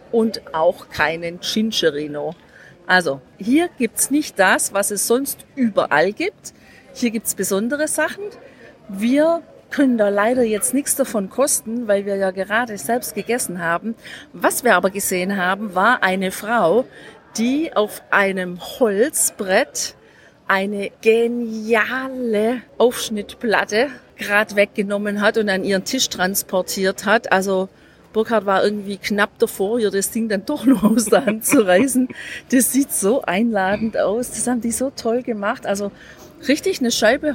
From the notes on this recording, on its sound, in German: Wir sind wieder live mit dir unterwegs in der Hauptstadt der Region Emilia-Romagna und quatschen unsere Tipps für dich direkt vor Ort ins Mikro!